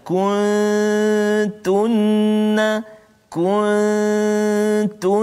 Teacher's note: Contoh ikhfa hakiki iaitu huruf yang pertama daripada 15 huruf huruf ta dalam satu kalimah contohnya ialah kuntunna kuntunna ikhfa dengung maksudnya dua harakat